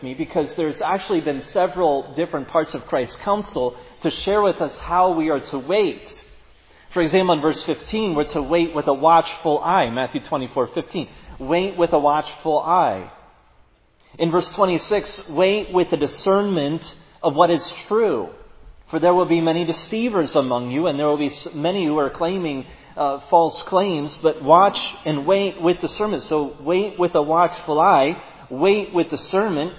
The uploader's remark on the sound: preached at Providence Church on Sunday, May 29, 2022